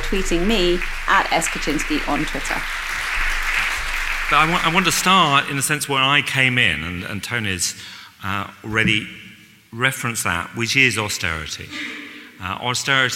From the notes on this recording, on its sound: This week, we bring you a recording of this year's New Statesman and Speri prize lecture.